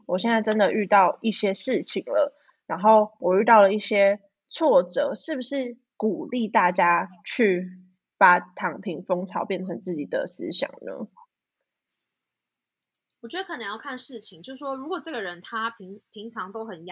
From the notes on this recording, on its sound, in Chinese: 遠端錄音可能會有1至2秒回應誤差時間。我們會想辦法克服技術問題，帶來更好的節目品質。